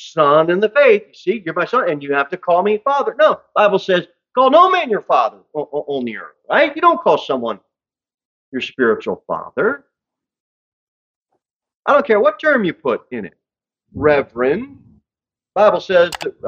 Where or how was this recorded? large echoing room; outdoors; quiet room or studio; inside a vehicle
large echoing room